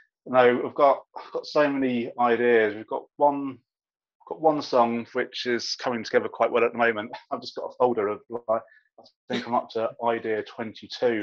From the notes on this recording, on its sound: I sat down over Zoom